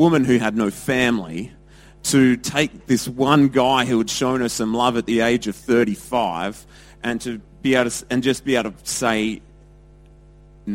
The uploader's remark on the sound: Recorded at Lifepoint Church, Adelaide, South Australia on Father's Day 2016.